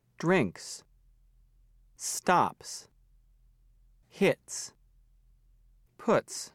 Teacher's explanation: S. After voiceless, K, F, P, or T endings. · Term: S ending